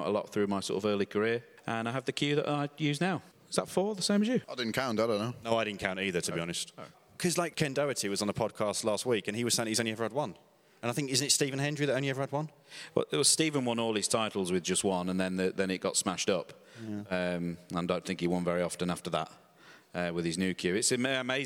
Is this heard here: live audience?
yes